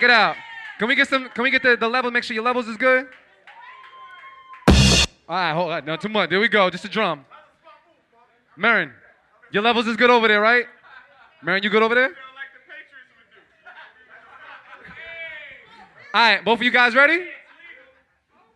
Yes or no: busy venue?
yes